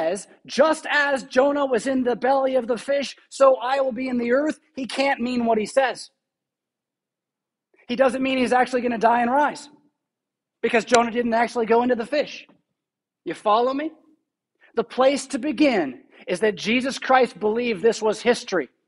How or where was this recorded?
large echoing room